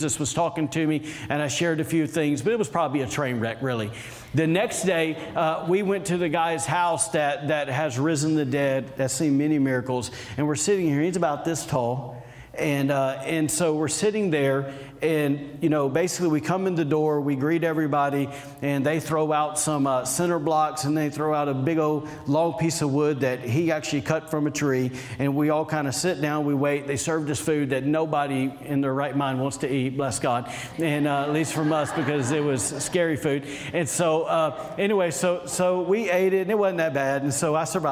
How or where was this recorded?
large echoing room